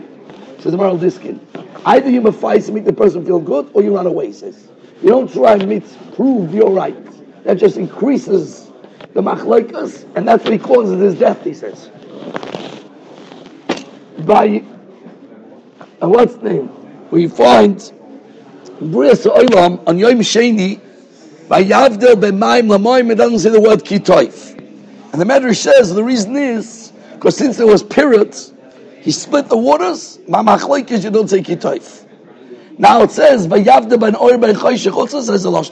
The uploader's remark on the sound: Shiur recorded in Yeshivas Ohr Reuven, Monsey, NY.